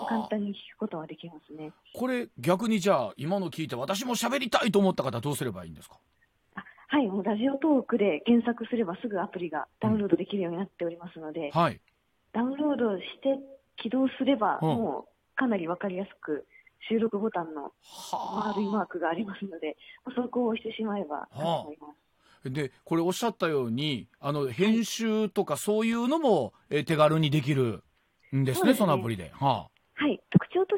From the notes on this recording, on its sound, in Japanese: 大阪のスタジオからお届け！電話取材を行っています。